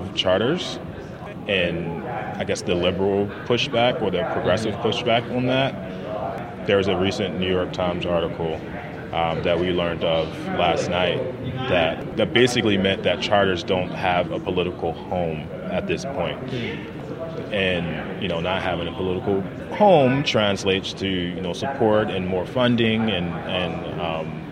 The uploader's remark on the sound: goes live at the National Charter Schools Conference in Austin, Texas